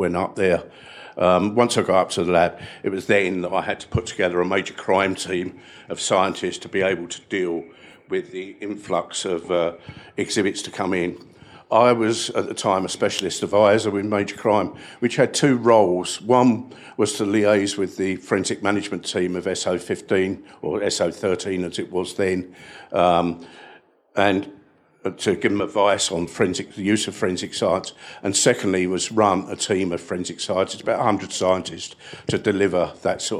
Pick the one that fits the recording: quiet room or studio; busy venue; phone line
busy venue